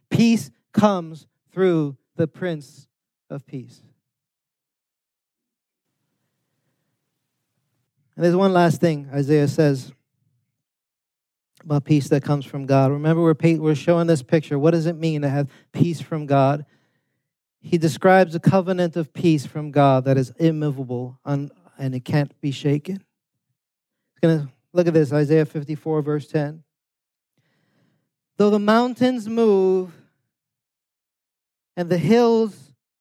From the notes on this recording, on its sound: preached this sermon on Sunday, December 24th, 2023, at Catalyst Church San Diego